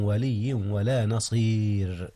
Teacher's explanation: ترقيق الراء جاء هنا يا أستاذنا، حيث وقعت بعد الياء نصير والياء ساكنة